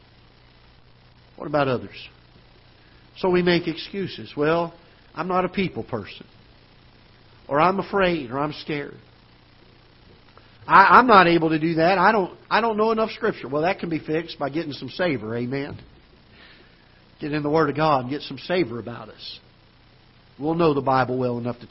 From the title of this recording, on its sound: Ketha Heights Baptist Church ~ Live Broadcast